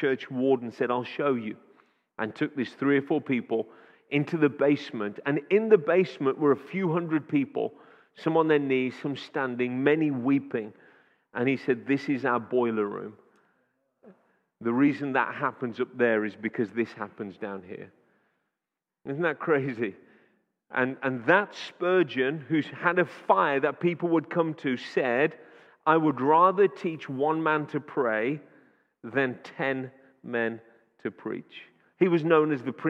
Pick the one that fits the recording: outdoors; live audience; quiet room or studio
live audience